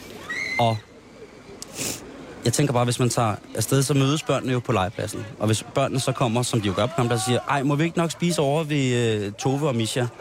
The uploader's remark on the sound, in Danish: Der sendes live fra Joboland på Bornholm.